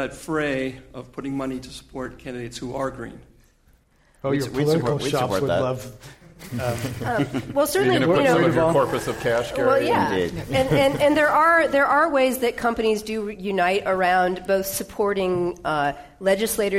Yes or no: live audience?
yes